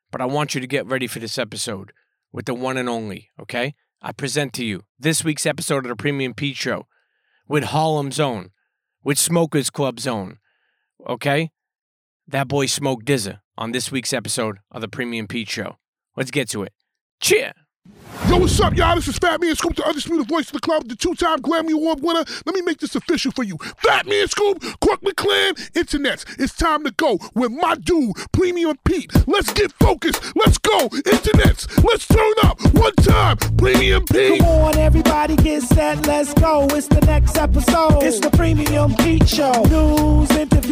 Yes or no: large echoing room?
no